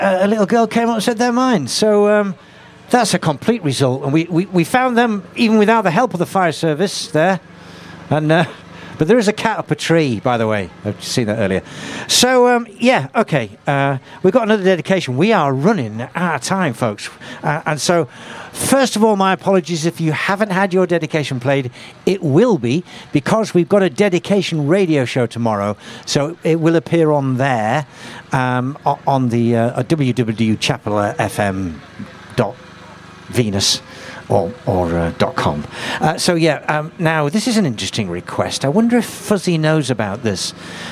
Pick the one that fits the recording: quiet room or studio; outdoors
outdoors